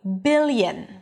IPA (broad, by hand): ˈbɪljən